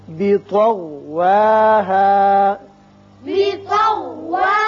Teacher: طو پر ہوگا اور غین بھی پر پڑیں گے